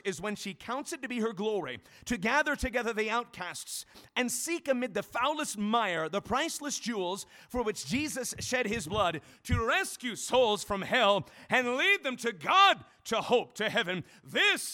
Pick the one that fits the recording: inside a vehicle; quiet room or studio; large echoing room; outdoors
large echoing room